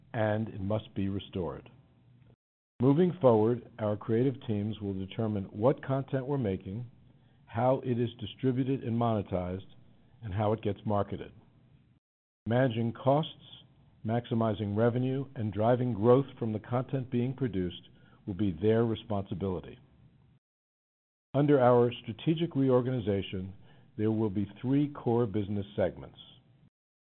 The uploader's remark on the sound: Q1 FY2023 Earnings Conference Call.